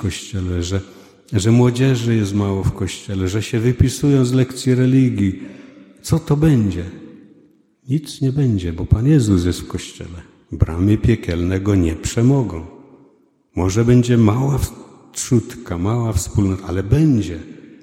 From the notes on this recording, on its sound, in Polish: 90. rocznica poświęcenia kościoła. Nagrania homilii i kazań wygłoszonych w parafii WNMP w Opolu Gosławicach.